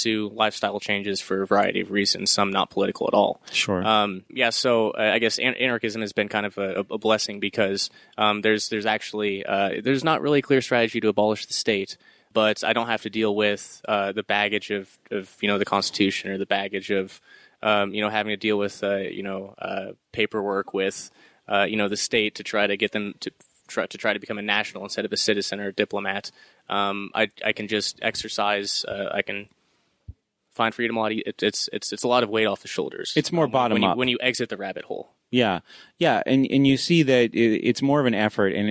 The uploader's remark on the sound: Recorded live and in-person from the Midwest Peace of Liberty Fest.